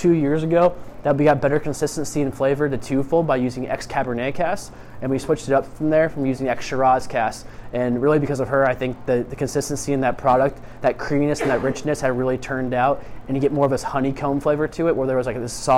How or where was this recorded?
busy venue